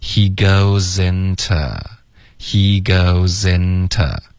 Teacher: he goes 的 z 跟 into，我们要连读